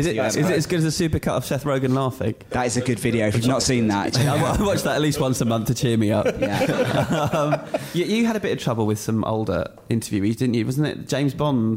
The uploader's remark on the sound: Recorded in front of live, quite petrified studio audience.